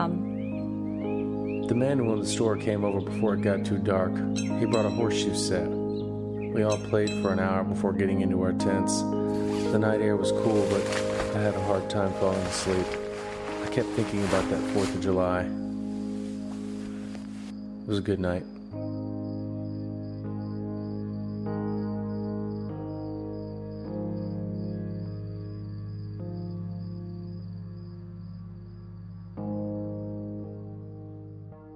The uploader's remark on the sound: While resting outside a small convenience store.